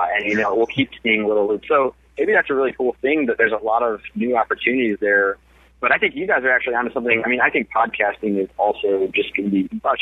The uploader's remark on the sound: joined us this episode via phone